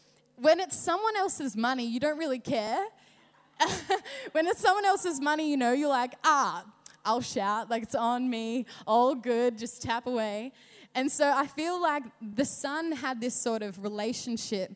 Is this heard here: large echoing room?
yes